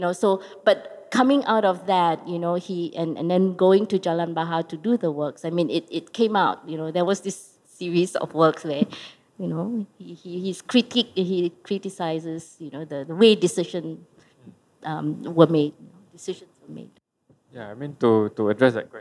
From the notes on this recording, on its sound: This conversation was recorded live in January 2017 at National Gallery Singapore